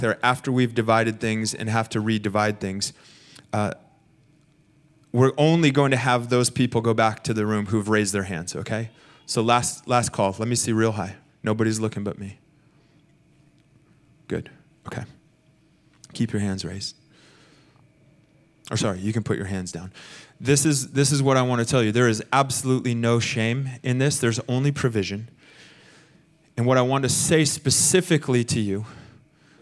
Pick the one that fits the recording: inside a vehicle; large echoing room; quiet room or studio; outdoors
large echoing room